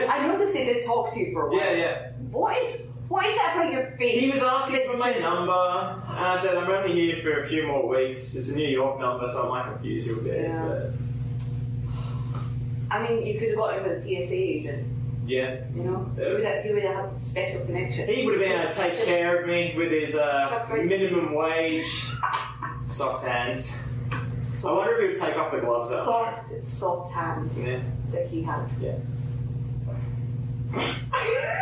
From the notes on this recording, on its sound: Here's an impromptu episode that we recorded live at the Great Night Studio! It was recorded on an iPhone so that's why it sounds crappy.